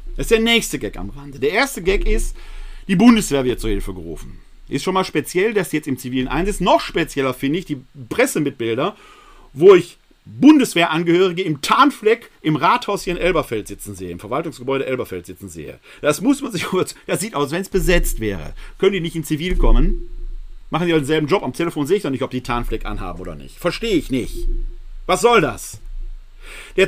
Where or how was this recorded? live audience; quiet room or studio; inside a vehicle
quiet room or studio